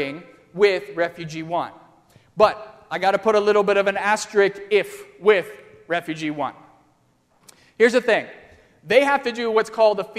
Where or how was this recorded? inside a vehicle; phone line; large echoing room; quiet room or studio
large echoing room